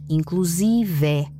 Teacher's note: em Portugal o E final da palavra é pronunciado aberto, como o de café. Lembrança do som dos advérbios latinos de adjetivo de primeira conjugação, que eram também abertos.